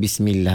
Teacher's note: bismillah, lam tu dibaca nipis, bismillah bukan bismillah, bismillah.